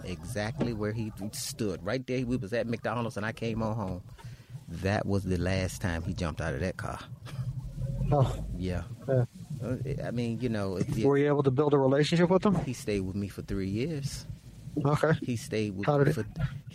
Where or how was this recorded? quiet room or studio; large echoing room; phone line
phone line